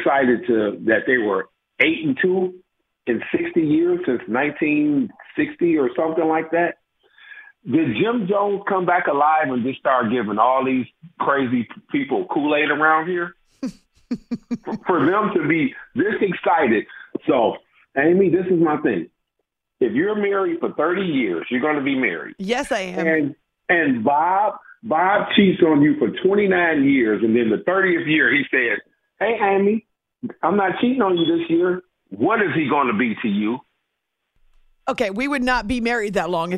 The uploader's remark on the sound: Your phone calls